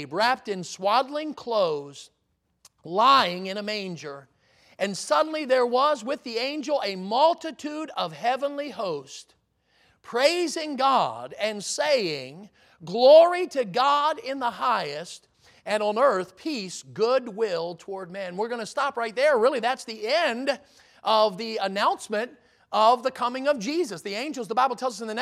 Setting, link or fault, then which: setting, large echoing room